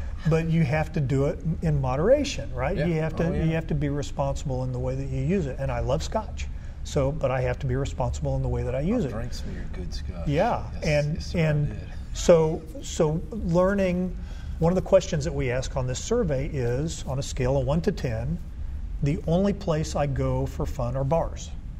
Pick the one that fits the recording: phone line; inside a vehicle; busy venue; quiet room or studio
busy venue